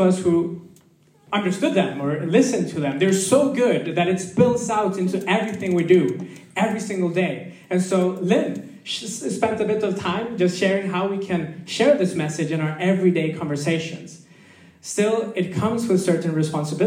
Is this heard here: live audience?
yes